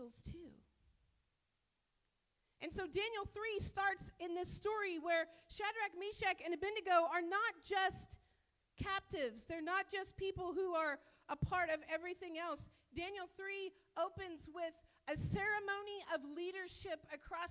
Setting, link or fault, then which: setting, large echoing room